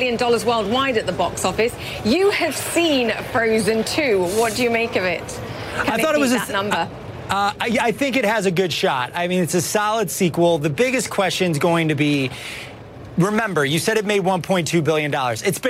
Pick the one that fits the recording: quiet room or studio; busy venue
busy venue